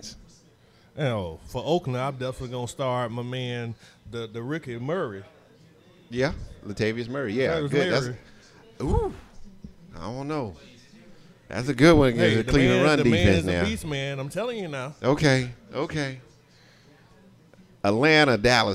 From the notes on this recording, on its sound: NIX Sports Live Show!! Live from B Woods.